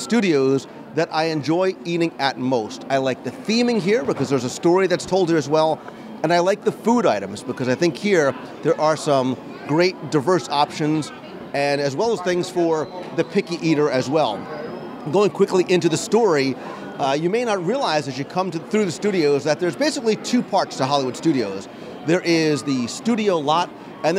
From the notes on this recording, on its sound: Live Restaurant Review of the ABC Commissary. This week we experience our first live review at a counter-service restaurant in the parks. Stroll down Commissary Lane at Disney's Hollywood Studios, for our live lunch review of the ABC Commissary.